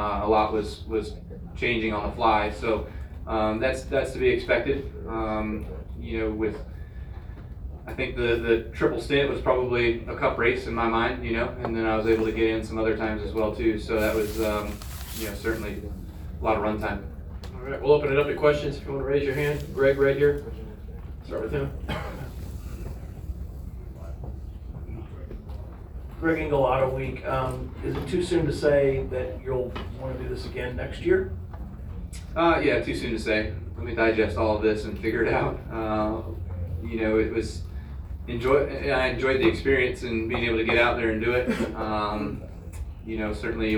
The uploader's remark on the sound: Live from Daytona